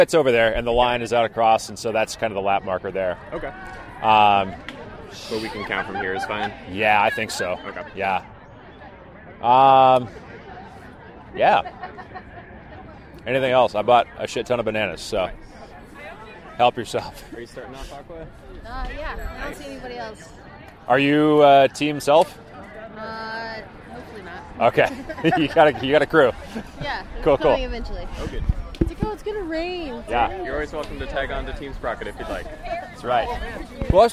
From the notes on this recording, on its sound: take you on-site with Team Sprocket Podcast and the mobile recorder to talk with participants, onlookers, and the organizer himself!